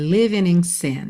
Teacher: indicando que aquele G final do ING não seria pronunciado